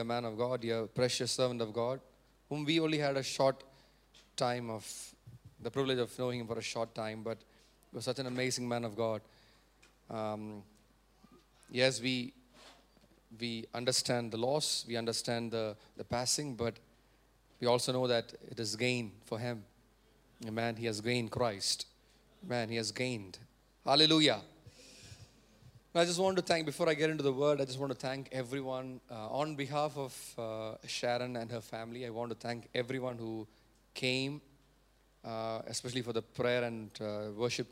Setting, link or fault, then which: setting, large echoing room